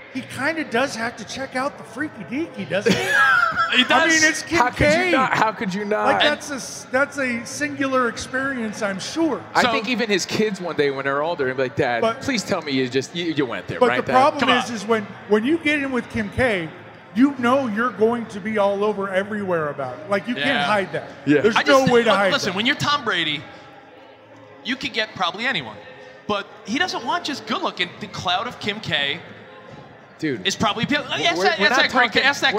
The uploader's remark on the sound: NBA-Con Las Vegas. Are live at the tip-off of the NBA Summer League!